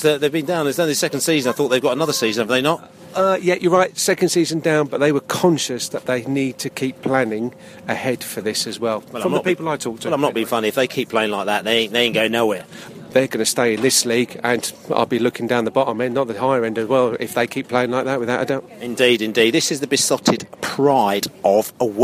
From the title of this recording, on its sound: post-match podcast from the pub